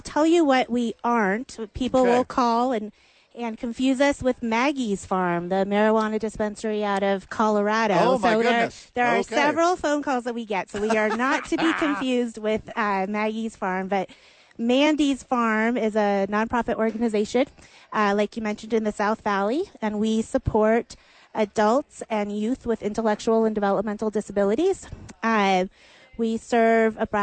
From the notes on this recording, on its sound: live from ABQ AXE